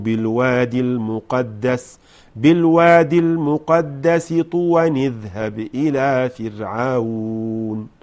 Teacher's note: طوى طبعا منونة والتنوين يحرك بالكسر للتخلص من التقاء الساكنين، فنصلوها هكذا إذ ناداه ربه بالوادي المقدس طوى نذهب إلى فرعون، هكذا لو وصلنا كلمة طوى بإذهب.